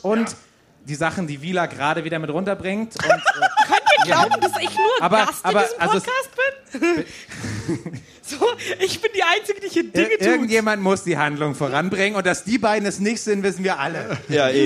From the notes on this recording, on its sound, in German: Live vom Geek Festival. Startet Münchens prominentester Pen-and-Paper-Podcast seine erste Live-Show vor Publikum.